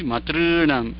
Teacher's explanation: अस्ति मातॄणां मूर्धन्य ऋकारः अस्ति मातॄणाम् इति दीर्घ दीर्घ मातॄणाम् इति नाट् दीर्घ ऊकारः नास्ति मातॄणां तत्र ऋकारस्य दीर्घत्वं भवति